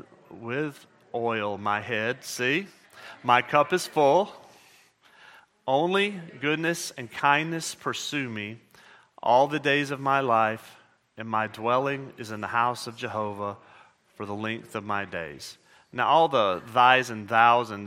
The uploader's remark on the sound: at Murrieta Valley Church in Murrieta, California